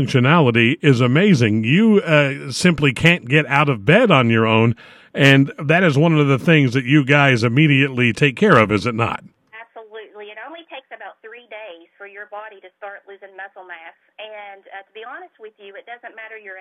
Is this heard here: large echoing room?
no